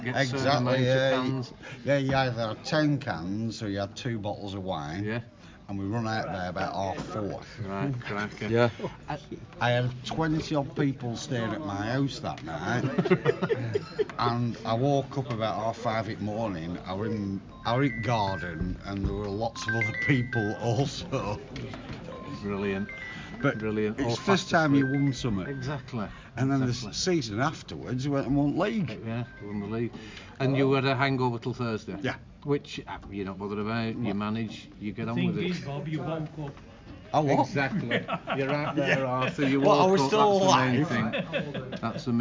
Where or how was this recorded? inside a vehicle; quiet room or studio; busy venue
busy venue